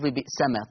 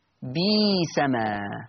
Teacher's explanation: قرأ ورش بإبدال الهمز الساكن ياء، أي لا همزة ساكنة · Shown in: second take